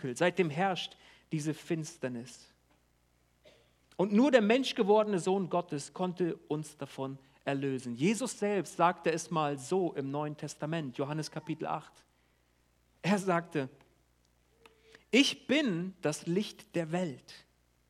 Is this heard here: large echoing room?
yes